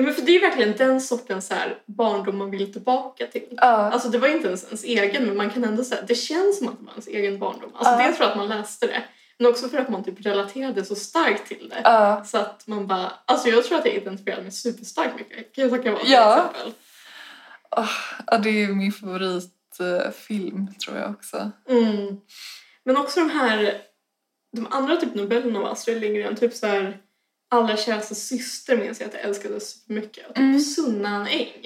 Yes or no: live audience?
no